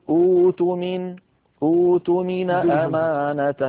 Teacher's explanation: نلاحظ المثال الذي ائتمن كما شرحته لكم، فعندما نبدأ به يصير ائتمن كما في وسط السطر، ولكن تصادمنا القاعدة التي ذكرتها فنحول الهمزة الساكنة إلى واو فيصير أوتمن أمانته بدون همزة بإبدالها واوا